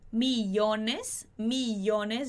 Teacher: a gente prolonga esse I, porque o som dos dois L's em espanhol vai ser o mesmo som do Y